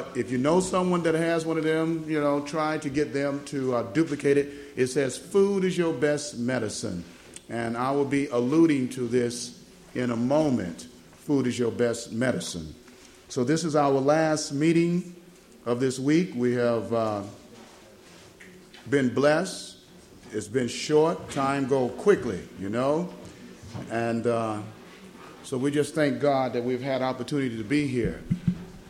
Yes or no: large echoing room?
yes